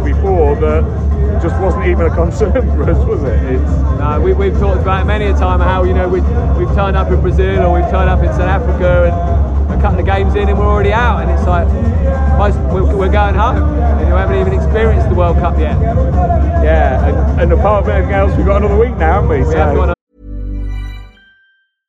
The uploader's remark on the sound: recording this podcast at the airport on the way back to Qatar